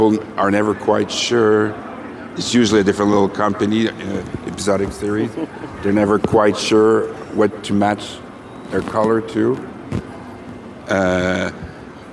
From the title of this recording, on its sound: 2019 #NABShow Live